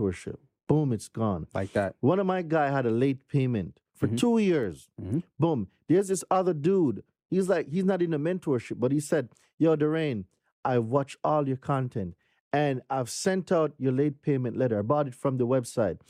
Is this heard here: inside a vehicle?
no